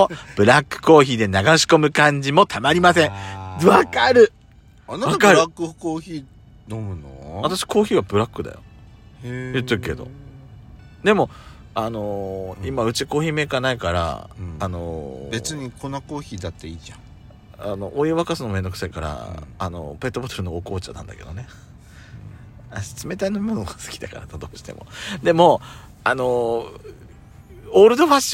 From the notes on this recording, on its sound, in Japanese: 2人組。パーキング収録。